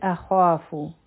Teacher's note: انی اخافو نون مشدد دی غنه بکو او دا منفصل مد دی، څلور حرکه به یې راکاږو. خا دوه حرکه غټ حرف دی او دوه حرکه به یې راکاږو